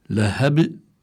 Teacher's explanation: الكلمة تنتهي بحرف الباء، سكن لأجل الوقف، بيكون صار عندي قلقلة لأن الباء من حروف القلقلة الخمسة، وهي قطب جد، القاف والطاء